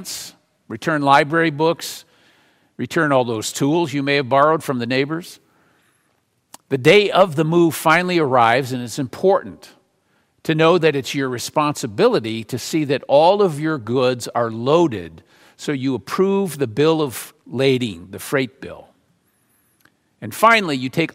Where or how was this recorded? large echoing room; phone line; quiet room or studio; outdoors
large echoing room